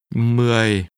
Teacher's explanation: For all numbers up to 19, the word for 10 is pronounced with a falling tone.